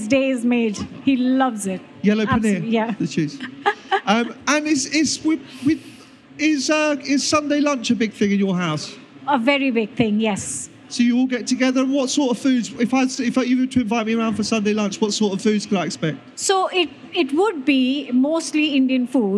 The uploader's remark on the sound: This was recorded at the BBC Good Food Show.